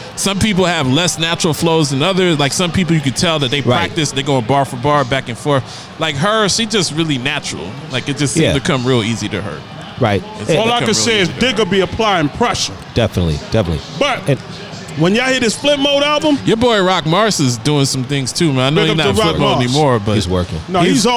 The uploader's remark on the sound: Live fro Dave & Buster's.